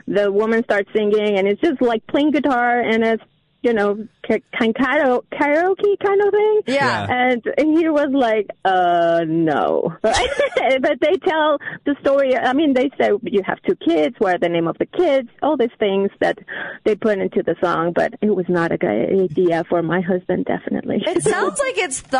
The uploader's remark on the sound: called in during Group Therapy